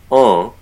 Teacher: pronounced en with a nasalized vowel in French. So when you bring that into English, people frequently will say Jean as a way of anglicizing that pronunciation.